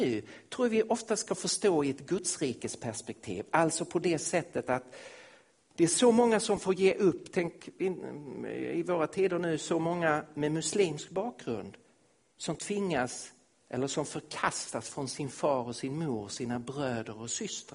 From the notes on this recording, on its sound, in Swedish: Inspelad i Missionshuset i Kristiansand, Norge 2016-08-21.